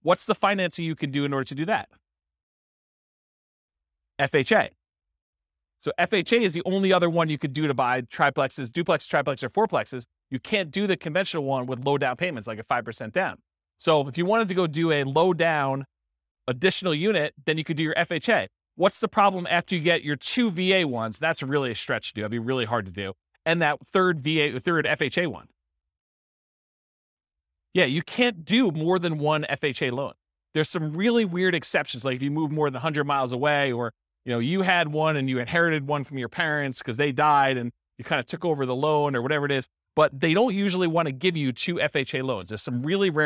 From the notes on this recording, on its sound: This was a live class recorded